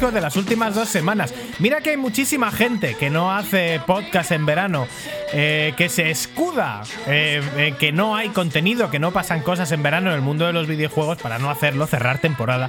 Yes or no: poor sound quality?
no